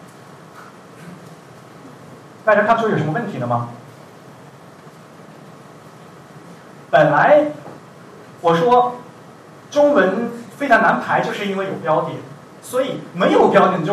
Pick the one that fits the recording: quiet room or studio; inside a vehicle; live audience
live audience